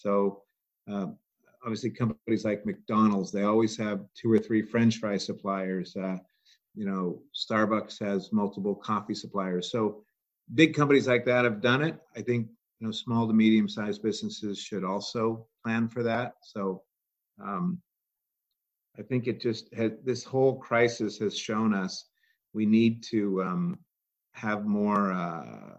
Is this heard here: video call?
yes